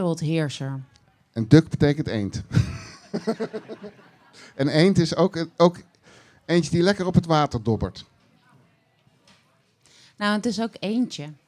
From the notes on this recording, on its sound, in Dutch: Deze zomer ging ODE AAN DE MAGIE weer live op de Lievelinge. De dromen geduid van gasten op de camping. Ons live publiek werd verrast, ontroerd en geraakt door de duidingen. Productie: One Day Radio & In The Heart Of Change.